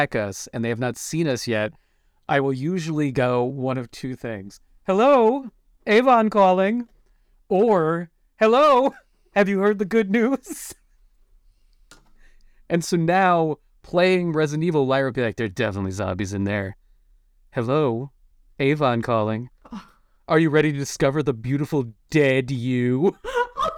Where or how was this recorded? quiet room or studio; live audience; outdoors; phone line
quiet room or studio